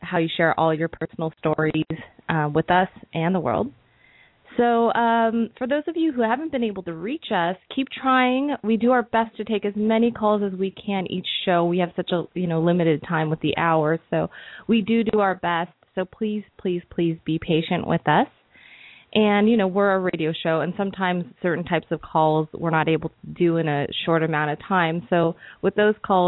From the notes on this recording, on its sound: open up the lines for listeners to call